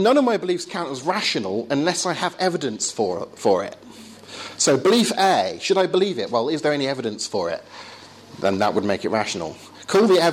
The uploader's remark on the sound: Talk with Q&A at Essex University.